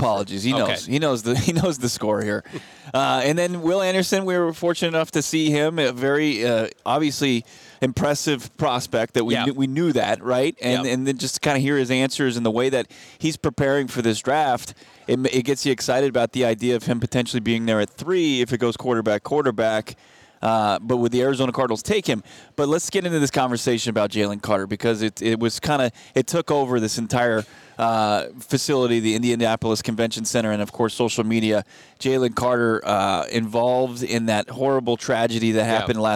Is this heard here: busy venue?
yes